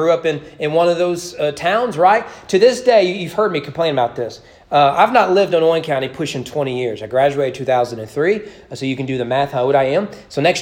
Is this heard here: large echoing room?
yes